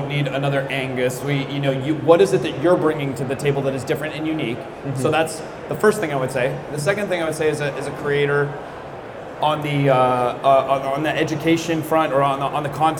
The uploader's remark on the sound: Today we're recording live from the 2023 East Coast RepRap Festival, a 3D Printing exhibition in Bel Air Maryland.